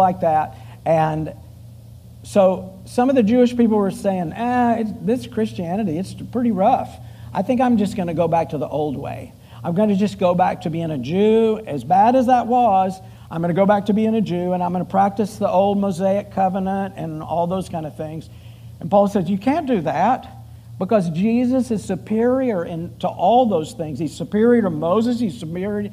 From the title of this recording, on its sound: Full Sunday Service July 16, 2023